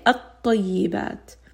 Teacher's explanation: You don't hear that lam at all. I am not saying al-tayyibat. · Term: Lam Shamsiyya